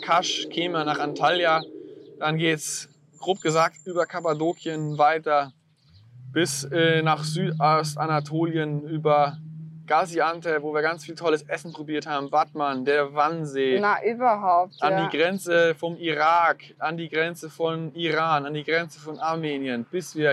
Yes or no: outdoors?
yes